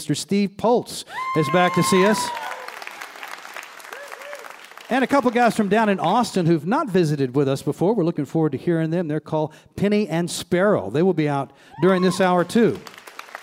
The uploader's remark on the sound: recorded live in Charleston, West Virginia